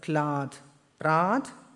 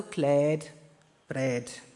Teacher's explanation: Hier spricht man ein langes A im Rheinfränkisch-Hessischen, also Glad, Brat, während im Unterostfränkischen langes Ä zu hören ist, also Kläd, Brät.